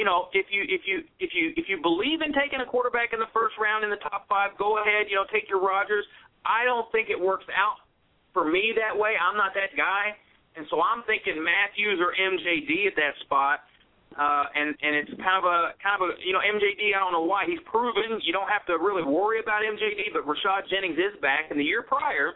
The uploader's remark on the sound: A special CALL-IN SHOW.